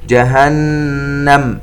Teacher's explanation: نغن النون المشددة بمقدار حركتين